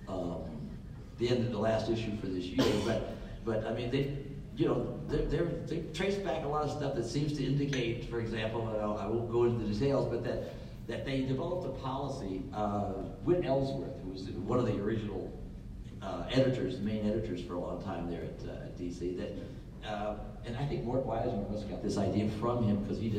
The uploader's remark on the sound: NM Comic Expo Panel. Panel from New Mexico Comic Expo.